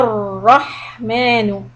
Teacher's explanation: the را here will be heavy, but the ها is soft